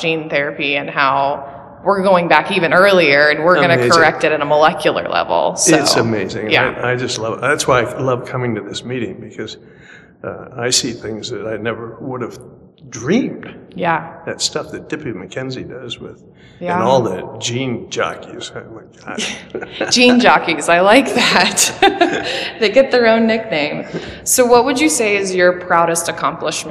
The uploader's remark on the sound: While at the 40th annual IFMSS conference in Los Cabos in early November 2022. Please excuse our audio quality and the echo!